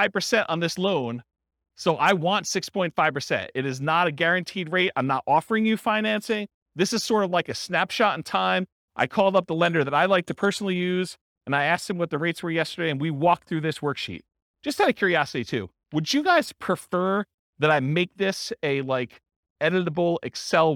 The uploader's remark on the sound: This was a live class recorded